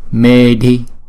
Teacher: Chữ E này chúng ta đọc kéo dài hai nhịp